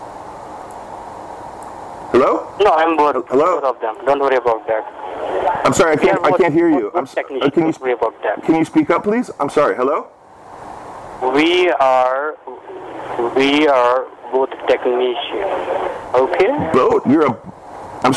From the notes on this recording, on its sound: This time I had my recording stuff at handwhen he called.